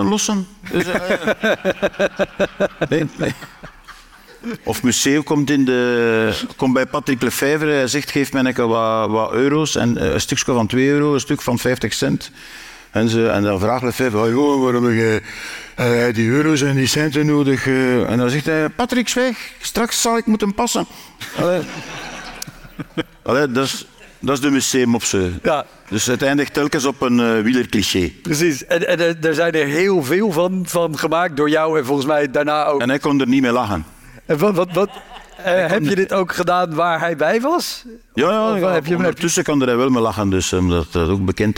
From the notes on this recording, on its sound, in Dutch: Live opgenomen tijdens het International Comedy Festival Geel in september 2023.